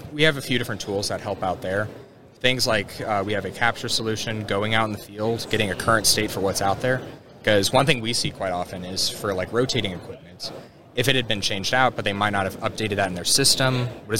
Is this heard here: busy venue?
yes